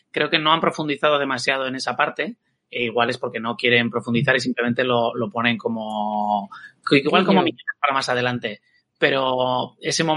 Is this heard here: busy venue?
no